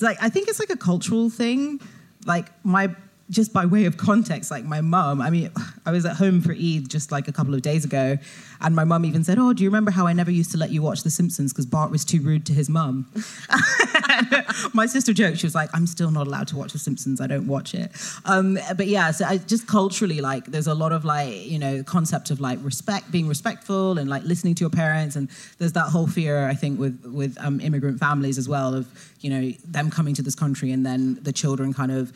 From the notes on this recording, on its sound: LIVE EPISODE. This episode of My Unlived Life was recorded live, at the Merky Books Literature Festival at the Roundhouse in London.